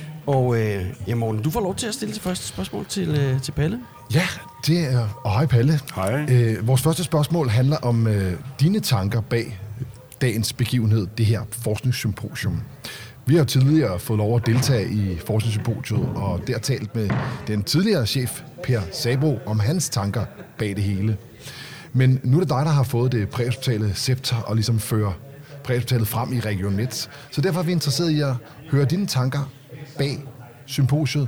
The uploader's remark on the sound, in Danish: Forskningssymposium 2022. Denne gang helt fremme på scenen, hvor vi med vores podcastudstyr fangede alle talerne.